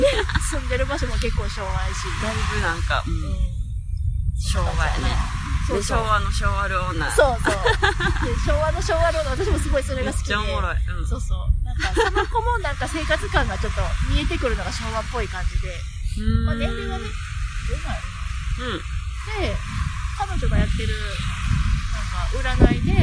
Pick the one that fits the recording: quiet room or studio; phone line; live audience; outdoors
outdoors